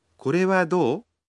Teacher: Поскольку это вопросительное предложение, помните, что произносить его надо, повышая интонацию. Женщины иногда произносят «до» чуть дольше.